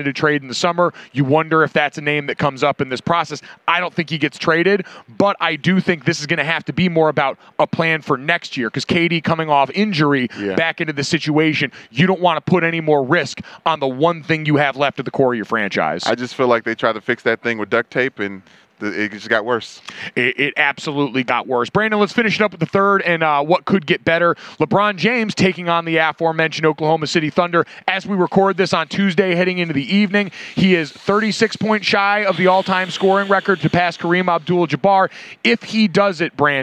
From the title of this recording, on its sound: LIVE from Radio Row